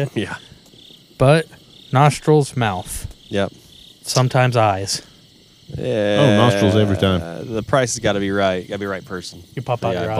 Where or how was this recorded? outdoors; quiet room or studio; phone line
outdoors